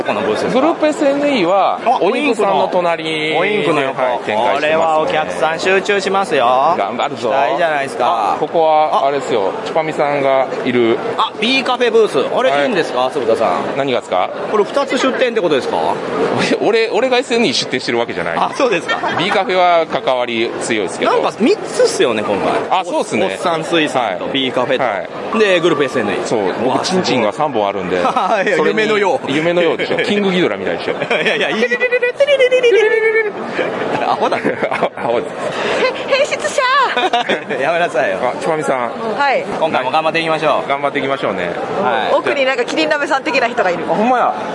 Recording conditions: busy venue